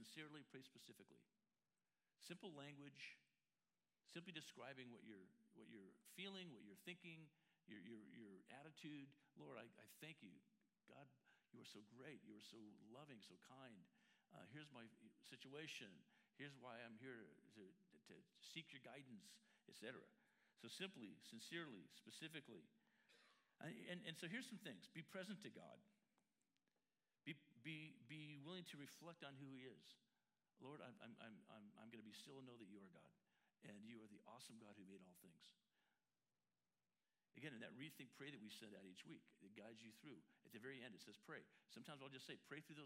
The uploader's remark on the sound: La Jolla Community Church held two services on Sunday. The following is a recording from the 10:45 am service.